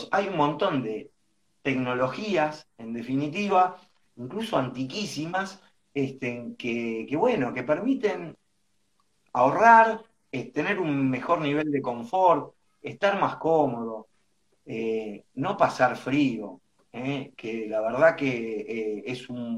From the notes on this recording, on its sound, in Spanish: Audio de la charla en vivo por Instagram